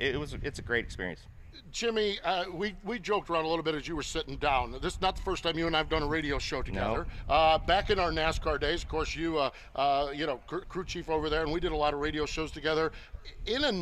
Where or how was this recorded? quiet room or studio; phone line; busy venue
busy venue